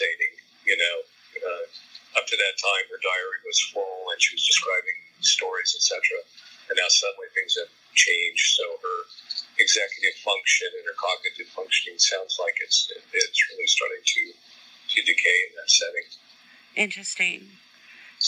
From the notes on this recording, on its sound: Sorry about the sound quality of this interview, tried something new....did not work.